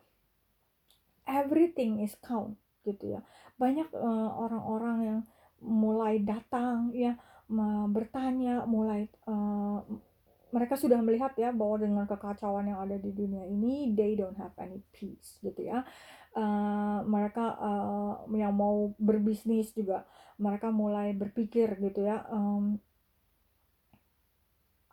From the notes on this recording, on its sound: my voice in this recording is probably too low.